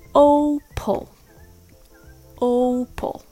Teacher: The word Opal has the stress on the first syllable, O. So the second syllable shrinks or gets smaller and shortened. Pal becomes pull. Only the letter P sound and the L sound, P and O, pull.